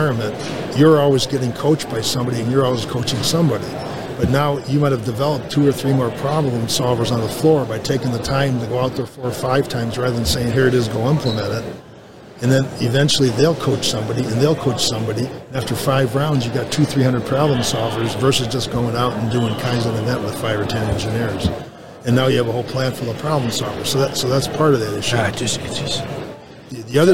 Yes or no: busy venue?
yes